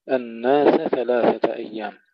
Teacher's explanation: السين والثاء متجاوران هنا، فيجب أن نفصل بينهما جيدا